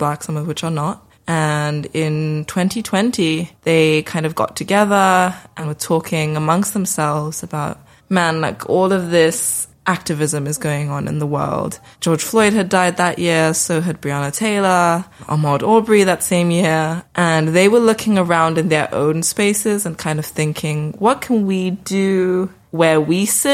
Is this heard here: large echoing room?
no